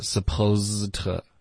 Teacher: 结尾的 s 的音别发成 z, supposed, OK,它是一个 s 的音其实。